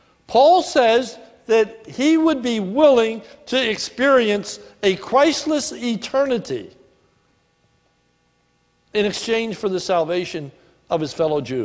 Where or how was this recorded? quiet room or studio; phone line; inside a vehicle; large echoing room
large echoing room